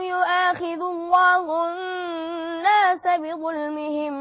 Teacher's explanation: في هذه الآية قلنا يؤاخذ بالقصر قولا واحدا، فحكم كلمة يؤاخذ هو القصر قولا واحدا، يعني حركتين فقط وصلا ووقفا